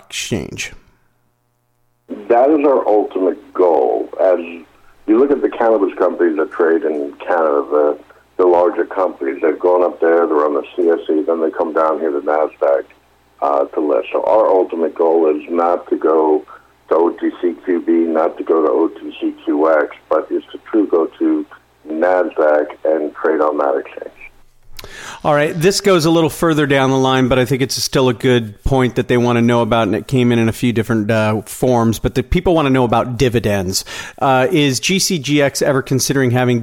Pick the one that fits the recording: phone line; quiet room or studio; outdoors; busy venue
phone line